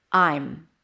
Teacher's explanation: First, we're going to talk about the only form that has am, and that's I am. And the am reduces to m. Basically, you reduce the vowel before.